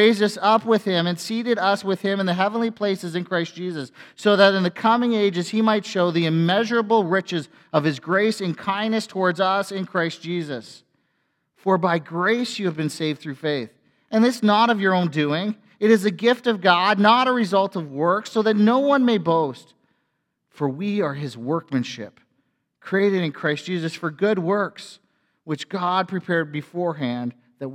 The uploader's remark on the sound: A sermon from FBC Church in Cobourg,.